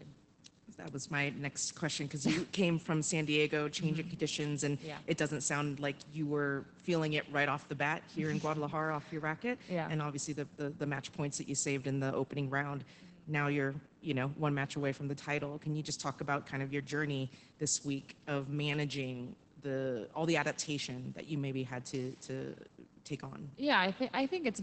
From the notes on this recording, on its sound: Press Conference Post Match. WTA Guadalajara 2022 Semi Final.